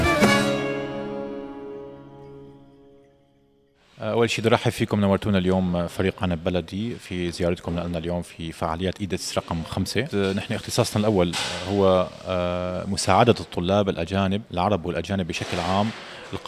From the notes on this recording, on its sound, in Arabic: نزور المعرض الخامس للجامعات التركية الخاصة الذي يُقام في اسطنبول، حيث يتواجد مندوبون من تلك الجامعات لتقديم عروض مخفضة للطلاب الأجانب الراغبين بالتسجيل في جامعاتها.